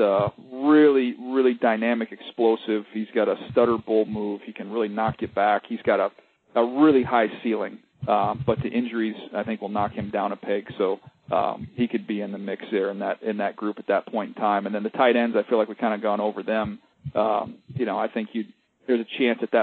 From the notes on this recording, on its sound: pre-combine conference call with the media!